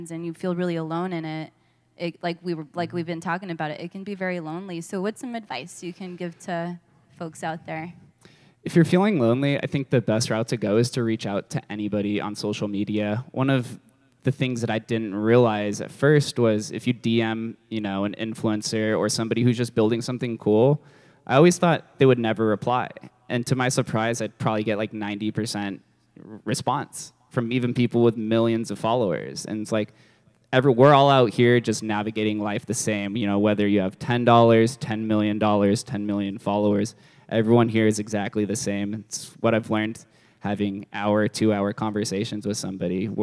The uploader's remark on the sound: a LIVE interview done at May’s Love Your Self Expression event